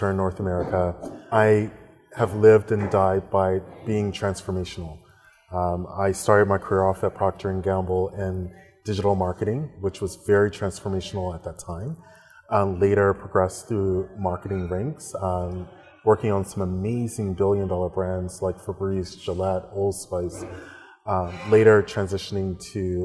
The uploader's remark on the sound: Recorded during CGT’s annual Consumer Goods Sales & Marketing Summit in New York.